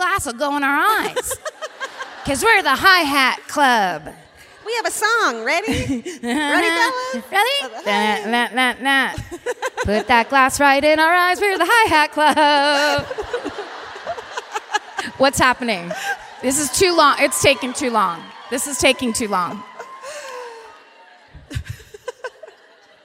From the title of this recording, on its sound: Live at the Civic Center Music Hall in Oklahoma City